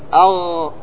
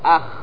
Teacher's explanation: الخاء أرفع والعين أوطى شوي، لكن مكانهم واحد